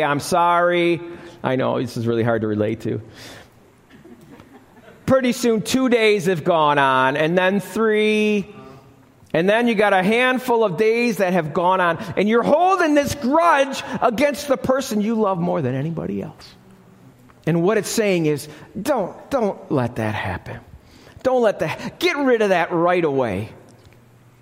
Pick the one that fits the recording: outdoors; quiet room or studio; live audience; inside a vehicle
live audience